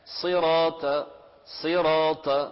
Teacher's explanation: ففيها تفخيم إطباق، فنحذر من ترقيق حتى لا تصبح صراط قريبة من ماذا؟ من التاء